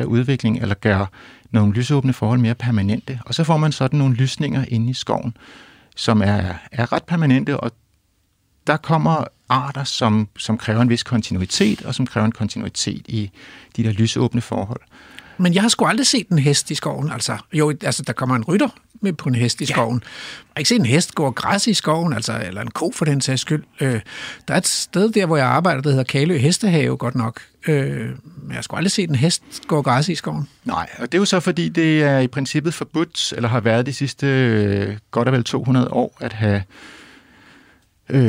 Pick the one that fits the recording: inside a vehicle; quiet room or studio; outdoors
quiet room or studio